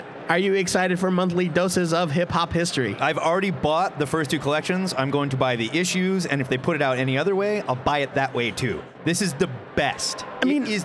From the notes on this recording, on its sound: Recorded LIVE from O Comic-Con 2015!